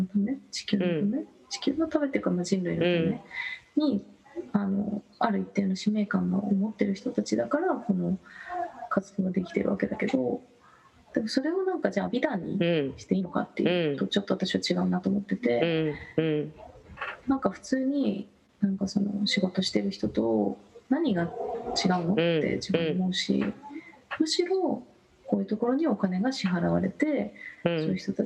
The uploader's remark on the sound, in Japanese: 本収録は ビデオ通話にて。一部聞き取りづらい箇所があります。